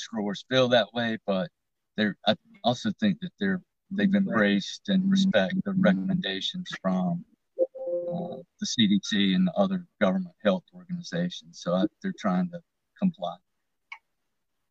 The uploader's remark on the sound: a Facebook Live Event recording